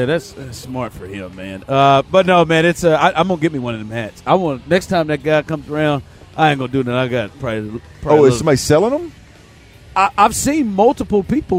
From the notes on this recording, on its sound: THE DRIVE was broadcasting LIVE from the College Football Playoff fan fest